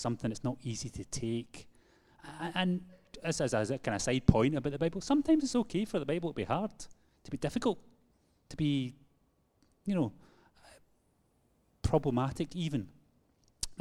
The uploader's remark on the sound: Live from our Sunday Gathering